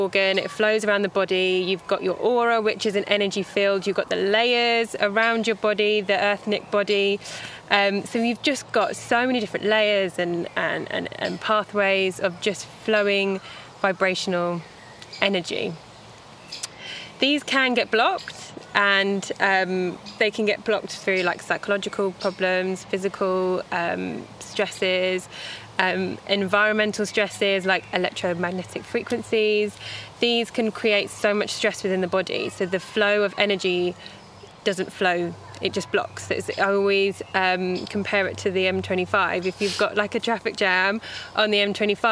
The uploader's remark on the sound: Recorded al fresco in Epping Forest